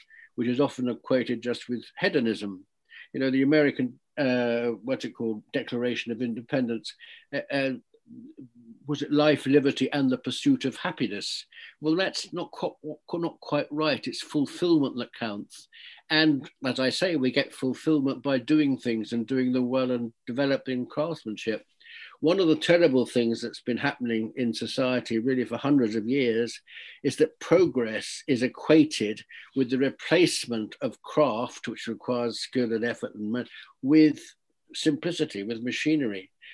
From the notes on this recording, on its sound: This talk was recorded online in March 2021.